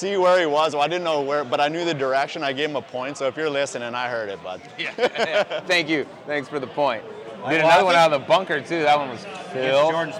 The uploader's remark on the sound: Live from Savannah Brewing Co. In Augusta.